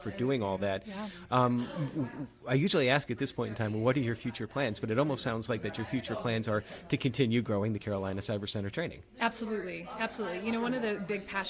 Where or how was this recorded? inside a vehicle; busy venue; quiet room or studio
busy venue